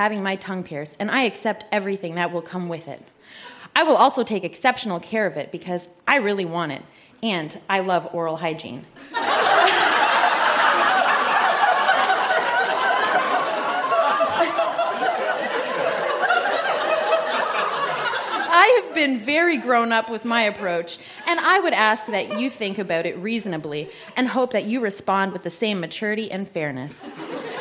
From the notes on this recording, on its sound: Recorded live at the Charlotte Street Arts Centre in Fredericton.